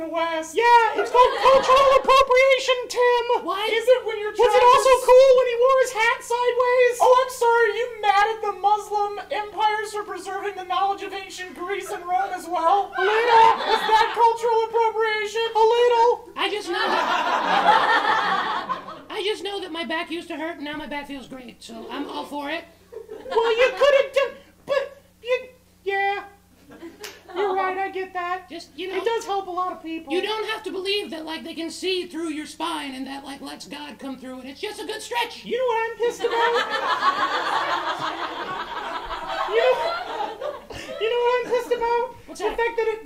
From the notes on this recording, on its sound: Live at The Kick Comedy Theater. An audience of real life people are forced to endure the boys live. Recorded at The Kick Comedy Theater in KCMO.